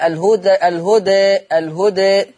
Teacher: يبقى الهدى اما تقرا وقفا ووسطا فيها التقليل